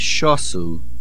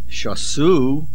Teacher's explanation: The word shosu is mil'el. The main accent is on the shin. · Shown in: first take · If you say shosu mil'ra, it means they drank.